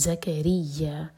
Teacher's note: زکریہ ز buzzing sound کے ساتھ اور یا پر شدہ تو اسٹرانگ پڑھیں گے زکریہ. ہم اس کو کھینچیں گے دو حرکہ لمبا.